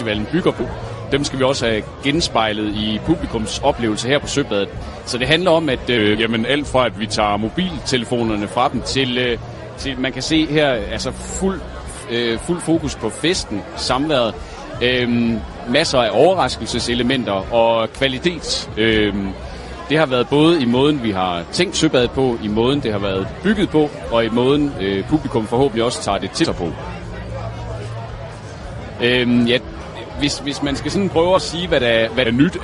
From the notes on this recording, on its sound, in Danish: Live fra Søbadet - det lækre og lidt skøre pusterum fra skovfesten. Udsigten over søen.